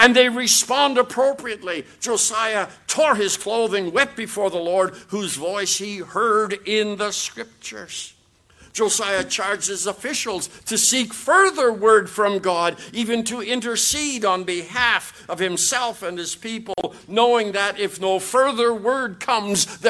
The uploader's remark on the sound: QTC Chapel Service.